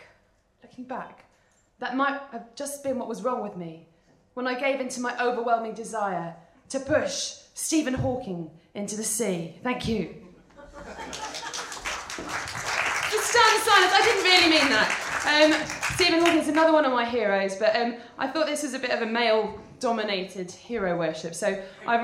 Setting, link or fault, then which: setting, live audience